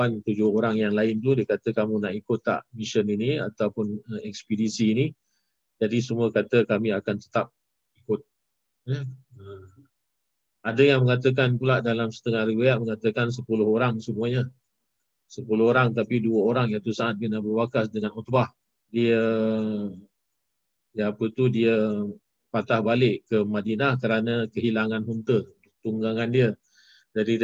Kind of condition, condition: link, video call